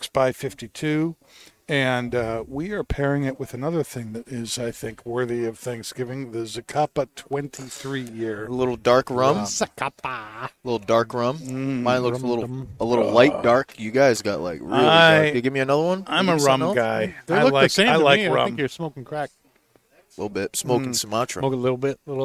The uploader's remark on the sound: Recorded live from the 7-20-4 Lounge!